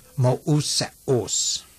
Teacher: When you see what looks like a diphthong with a diaresis, that is a reclining colon over the second vowel, it is not a diphthong, but two syllables, and the vowels should be pronounced separately